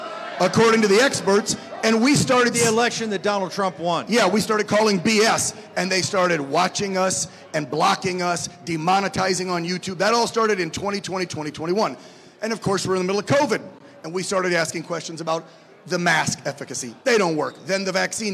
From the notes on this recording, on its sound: Live AMFest 2023